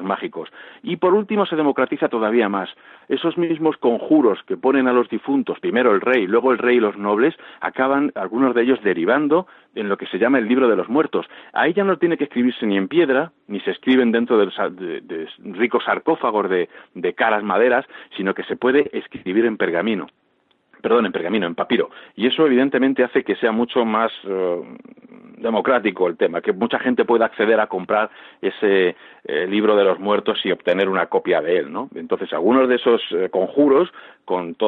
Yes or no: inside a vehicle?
no